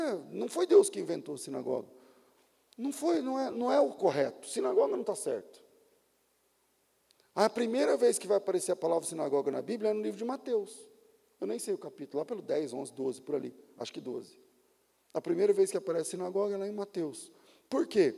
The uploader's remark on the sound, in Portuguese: Culto ao vivo